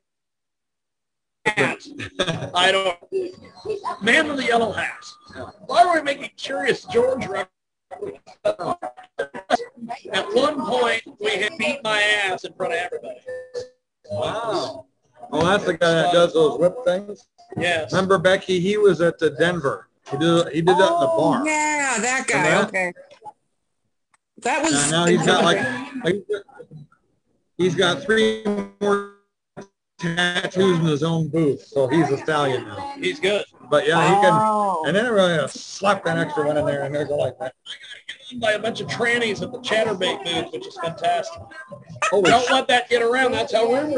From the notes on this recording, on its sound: Well, we had quite a weekend in Chicago and the stars came out for our show at the end of it. I apologize for the poor audio as the hotel WiFi wasn't the best. MANY, MANY folks came by to chat.